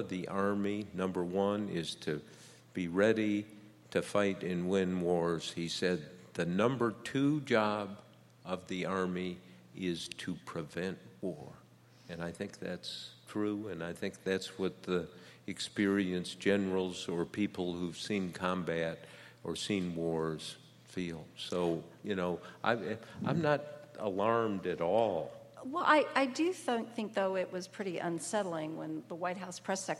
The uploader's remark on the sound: live on stage at Washington, DC's Warner Theatre